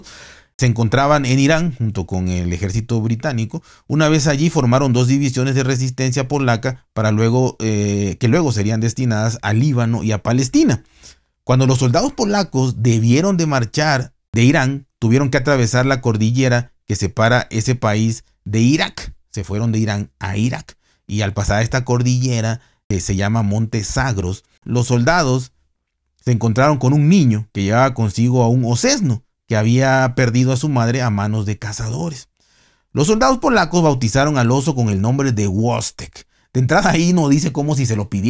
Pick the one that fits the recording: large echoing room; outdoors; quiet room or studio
quiet room or studio